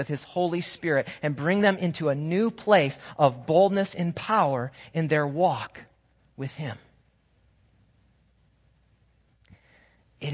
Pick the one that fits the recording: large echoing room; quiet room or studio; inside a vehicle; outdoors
large echoing room